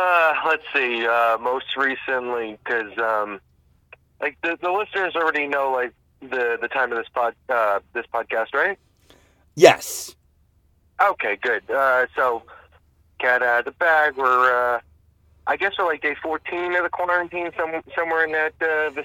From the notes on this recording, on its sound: we are recording in the car